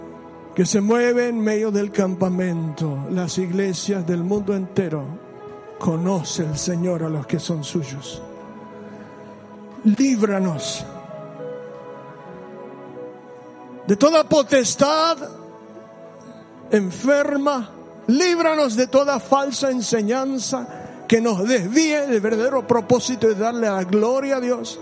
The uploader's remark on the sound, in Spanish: Sólo audio del domingo 26/7/15 en la Iglesia Bautista de Haedo.